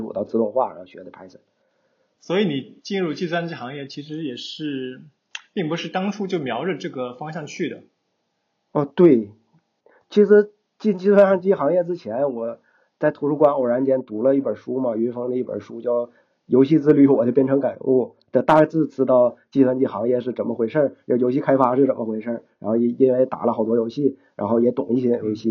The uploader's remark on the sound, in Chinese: 由于录音上出了点小问题，效果上有所欠缺，还请多多包涵。